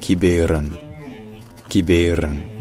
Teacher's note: non seulement le E au milieu est prononcé, non seulement il est prononcé E, mais en plus c'est là qu'il est l'accent tonique